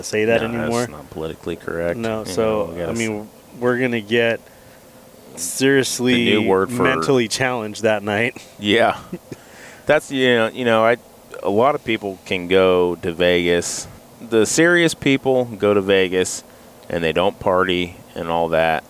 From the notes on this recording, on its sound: Road Trip. We have a good time driving down to Paso Robles.